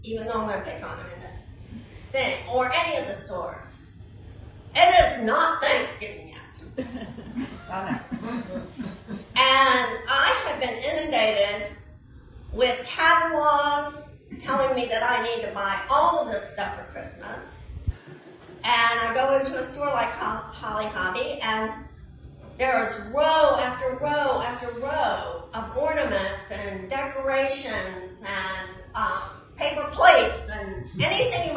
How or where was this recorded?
large echoing room